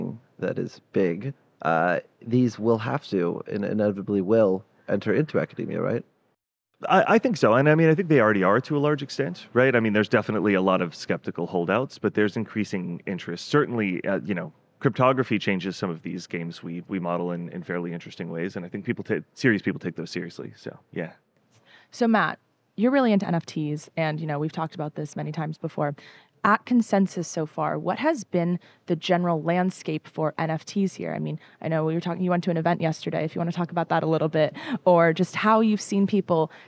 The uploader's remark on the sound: Live from Consensus 2023. Sit down for a live, in-person conversation on the breaking stories of Consensus 2023.